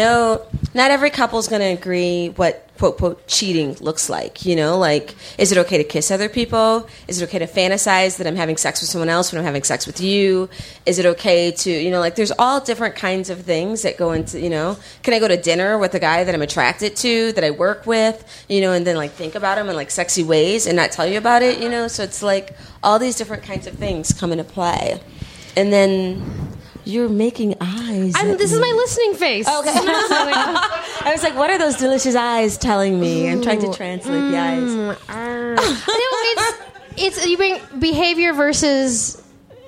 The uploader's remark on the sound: LIVE in DC